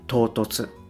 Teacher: この「お」という母音をそのまま伸ばしちゃうっていうのが一般的な日本語だと思います